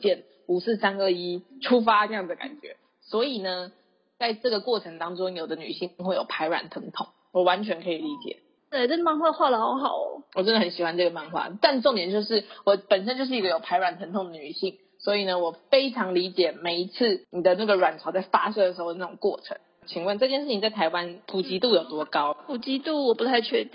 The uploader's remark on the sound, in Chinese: 本集音質不佳，不建議使用耳機